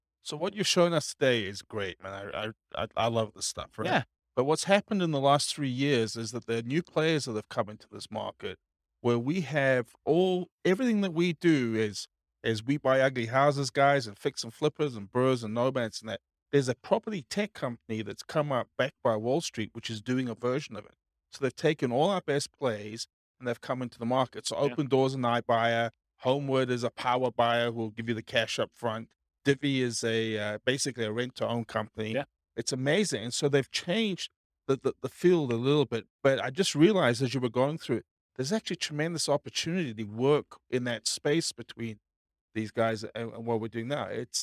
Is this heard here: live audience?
yes